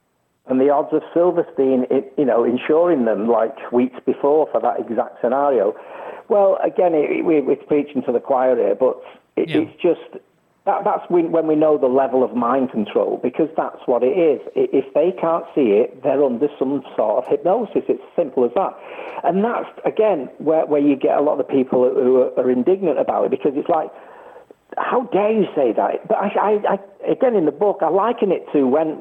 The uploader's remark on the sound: We have a call in guest for hour 2